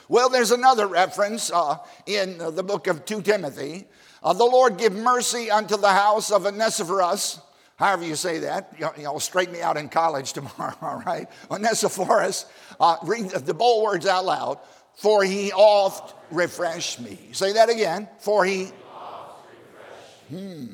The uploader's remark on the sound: during the 2020 Spiritual Awakening Conference at Baptist College of Ministry